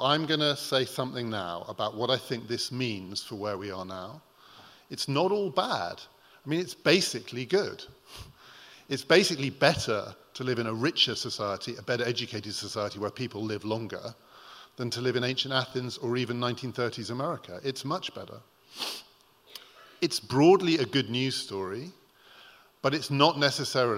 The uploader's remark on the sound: Recorded at The Tabernacle in London in May 2018.